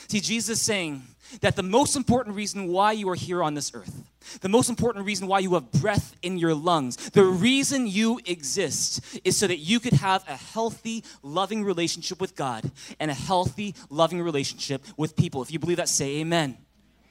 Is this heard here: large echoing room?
yes